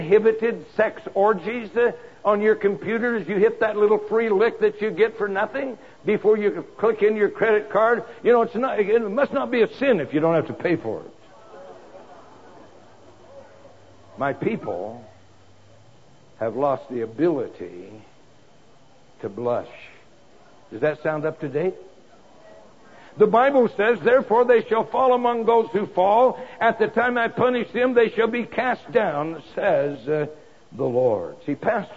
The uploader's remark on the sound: Preached in 2004 Prescott winter Conference